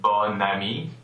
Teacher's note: you do have the liaison between the N and the next vowel